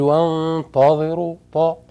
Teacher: البعض يخطئ يقول وانتظروا طاء، يفخمها التاء تبقى زي الطاء